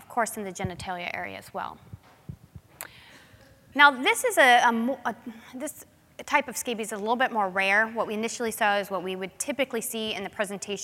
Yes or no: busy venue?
yes